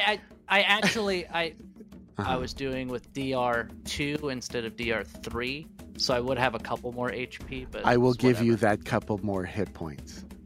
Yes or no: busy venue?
no